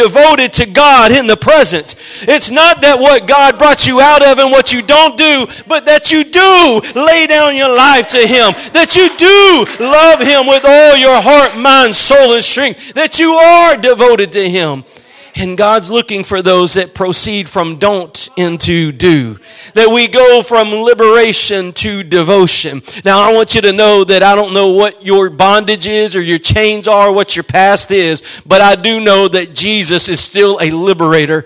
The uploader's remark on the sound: Preached at Gospel Lighthouse in Bossier City, La.